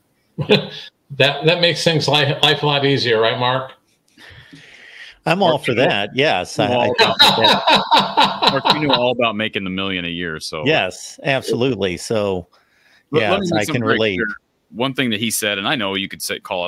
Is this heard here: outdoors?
no